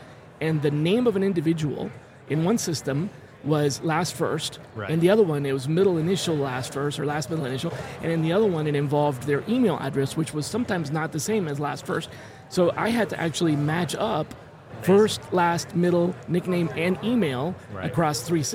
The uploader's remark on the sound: Special mini series recorded with Oleeo at HR Tech 2023. Special mini series recorded with Oleeo at HR Tech 2023.